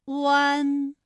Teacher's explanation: 的唇形啊，它始终是一个圆的窝，最后是弱收到位。好，我们再来说一下弯的发音要领。双唇呢要先搓圆，舌头后缩，舌位由后高元音乌向前低元音啊抬起，贴近上齿龈处。双唇同时有一个从合变开再变略展的动作，发出前鼻尾复合音，读作弯，发音与丸字的一声调的读音是有点相似的。一声调是安，那么我们这个复韵母呢是乌安。我拆开了，大家能够感受到它的变化。需要注意的是呢，与声母相拼时需要根据具体的声母来进行发音，比如说和一相拼的时候呢成为整体认读音节圆，与鸡七西相拼的时候呢中间的单韵母乌要读成吁。好，这是我们跟大家重复到的一些知识点。好啦，我哋继续嚟纵游中国啦。为咗更加清晰咁了解韩愈嘅呢一段特殊嘅生活经历，同学仔跟随住佟达清老师嚟到咗位于敬亭山下韩愈曾经居住过嘅江南宅院。这就是昌黎别业啊，是韩愈当年生活的地方。老师，我们都知道韩愈的祖籍在河南，那他为什么在安徽宣城会有一个别业呢？韩愈呢，他出